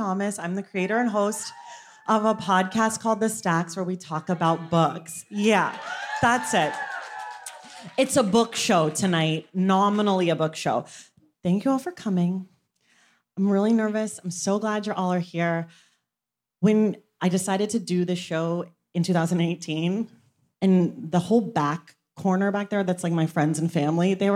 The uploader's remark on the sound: Unabridged: The Oakland Live Show. This Unabridged features audio from our first stop on The Stacks tour in Oakland. We also give audience book recommendations with a special guest. This is an edited version of the live show.